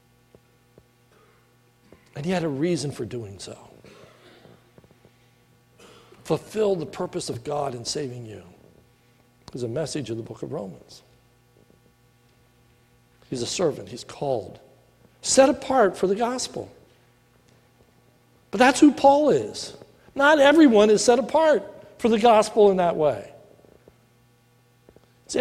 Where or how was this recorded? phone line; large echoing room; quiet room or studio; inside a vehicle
large echoing room